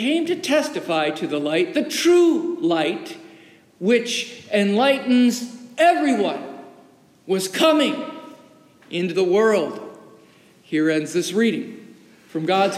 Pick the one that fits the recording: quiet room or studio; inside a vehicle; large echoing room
large echoing room